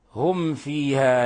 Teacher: الفاء والواو إذا جاءت بعد الميم الساكنة فإنه يبالغ في إظهارها · Term: إظهار شفوي